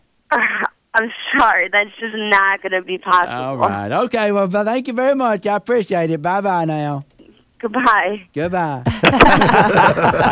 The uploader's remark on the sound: makes a prank phone call